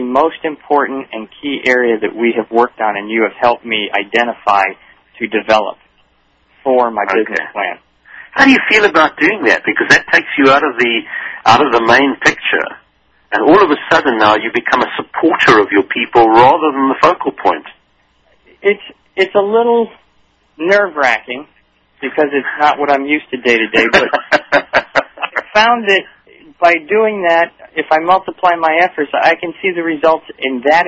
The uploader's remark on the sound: coaches phone-in callers